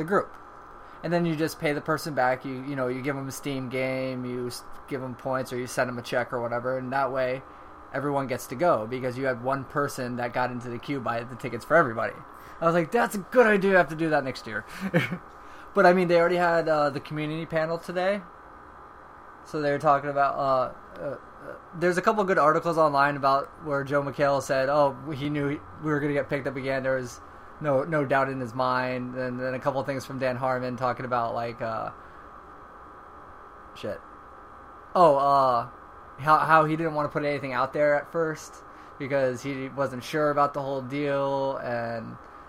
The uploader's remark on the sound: First off sorry for the noise is the background. It was really hot so that is my AC keeping us cool for the podcast.